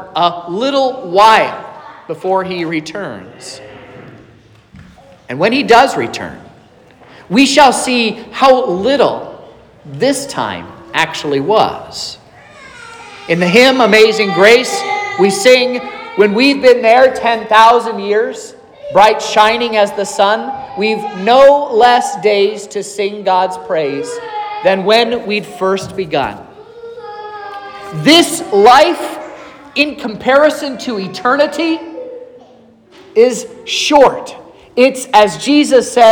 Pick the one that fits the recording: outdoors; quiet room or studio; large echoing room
large echoing room